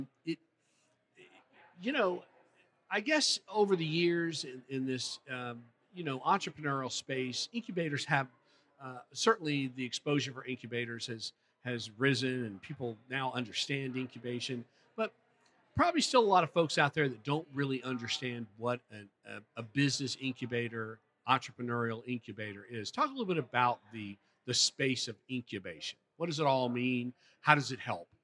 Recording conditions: busy venue